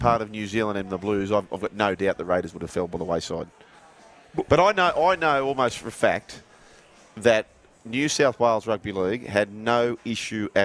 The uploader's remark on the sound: live from Circular Quay in Sydney at Wahlburgers